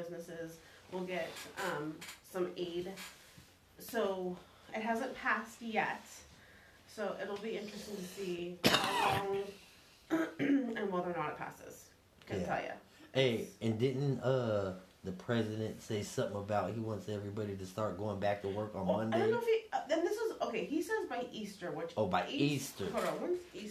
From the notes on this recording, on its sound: sorry about the technical difficulties